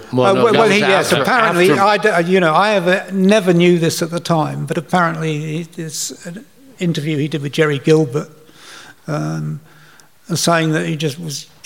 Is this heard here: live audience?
yes